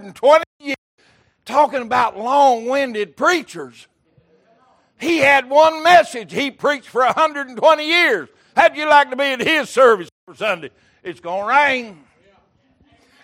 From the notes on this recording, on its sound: Recorded January 15, 2023 - Sunday Morning Service